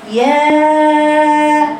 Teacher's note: يا بدون تفخيم، بدون اماله لقدام، بدون تفخيم يا ولا تقليل او اماله.